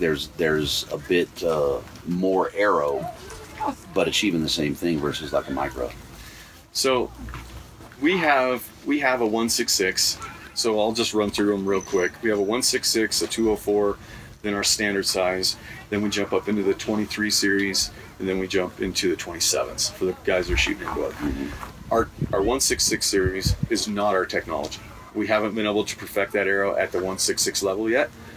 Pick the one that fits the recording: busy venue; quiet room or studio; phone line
busy venue